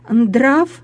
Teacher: И между этими двумя плавными звуками длительными он вставляет мгновенный взрывной звук «д», и получается у него он «драв». · Term: эпентезы